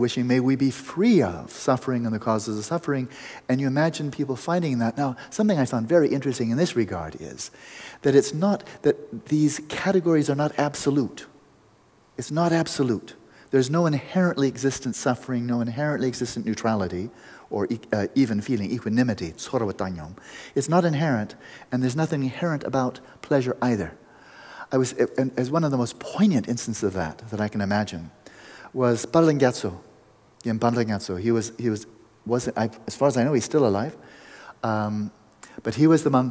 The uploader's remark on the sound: We go into an open mic Q&amp;A session. After the meditation, we go into an open mic Q&A session.